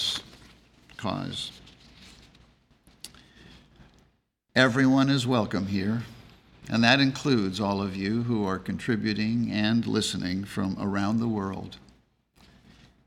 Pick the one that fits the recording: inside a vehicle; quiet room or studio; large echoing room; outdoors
large echoing room